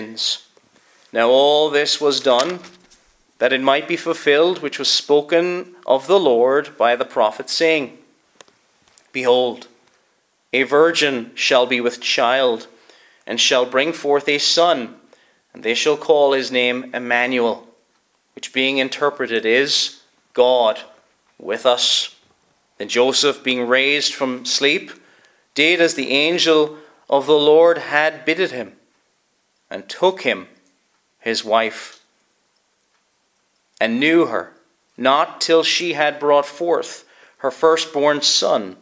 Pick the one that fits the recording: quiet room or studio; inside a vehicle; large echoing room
large echoing room